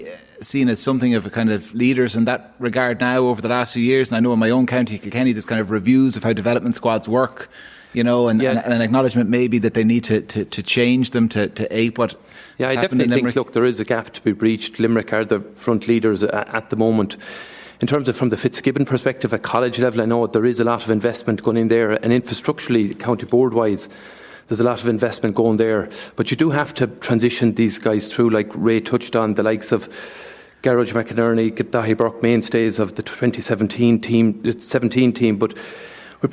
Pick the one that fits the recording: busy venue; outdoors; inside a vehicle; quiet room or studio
busy venue